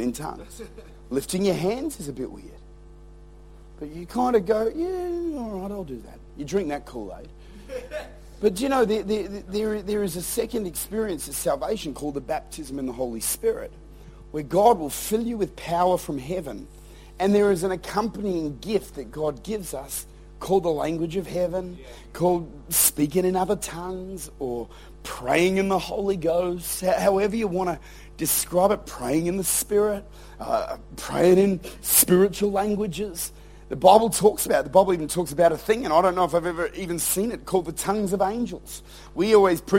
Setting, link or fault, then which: setting, large echoing room